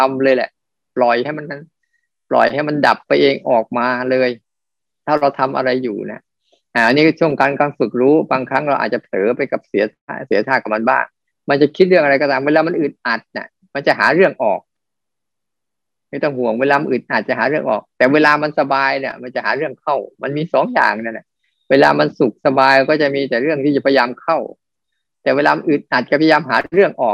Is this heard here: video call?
yes